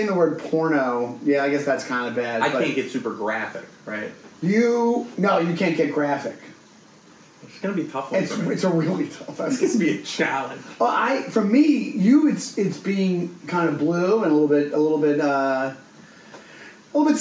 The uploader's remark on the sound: Some sound issues